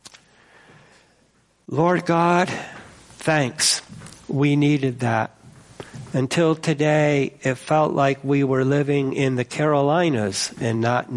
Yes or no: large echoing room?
yes